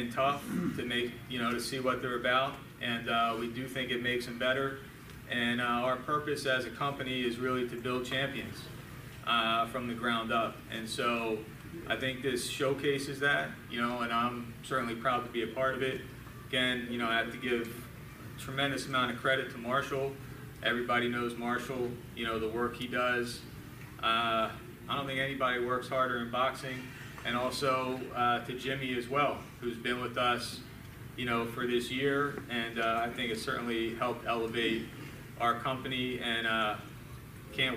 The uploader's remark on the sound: Press Conference for the August 4th SHOBOX: THE NEW GENERATION CARD at The Wind Creek Event Center